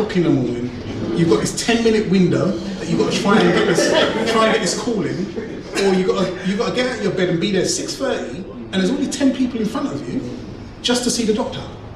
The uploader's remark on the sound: My second public talk but with very few of the target audience in attendance.